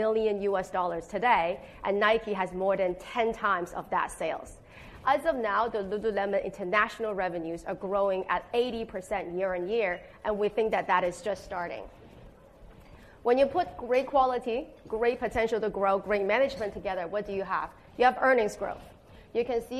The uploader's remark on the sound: This episode was recorded in Melbourne on 16 August 2023, the final event in the Global Growth roadshow.